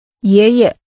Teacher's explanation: Using a rising and a neutral tone, say, paternal grandfather.